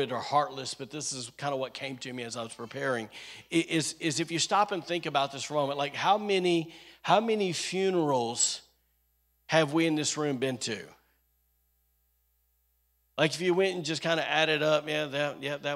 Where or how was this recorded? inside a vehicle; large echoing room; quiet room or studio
large echoing room